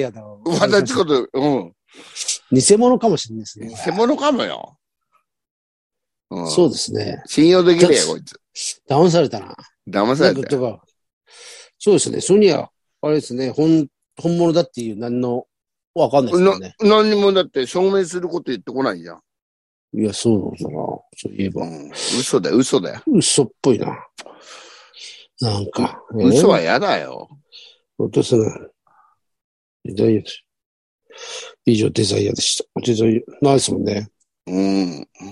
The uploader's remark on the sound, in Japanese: ZOOMで収録